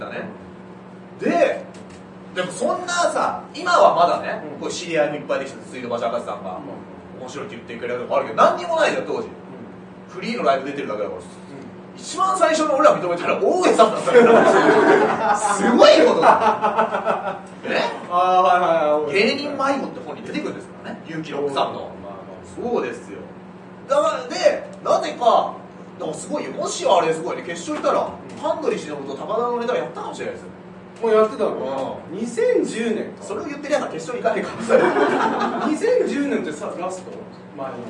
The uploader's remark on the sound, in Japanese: 秋葉原ZERO-Gで行われた公開収録ライブ。